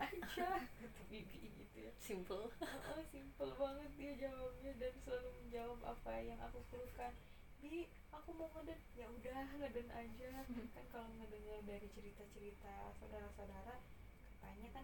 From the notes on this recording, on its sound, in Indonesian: Sebelumnya saya mohon maaf karena audionya kecil jadi harus pakai earphone huhu.